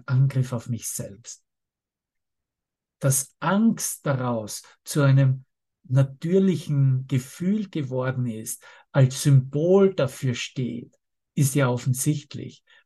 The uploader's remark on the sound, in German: Zoom-Session. Veranstaltet von der Aleph Akademie.